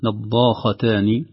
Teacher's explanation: بتفخيم الخاء بعد الضاد المفخمة الممدودة، فكأن التفخيم يبدأ من الضاد امتدادا للألف المادية ثم الخاء، نضاختان، خوفا أن يستطيل أحد أو يستكثر زمن التفخيم فيقول نضاختان فيرخخ الخاء.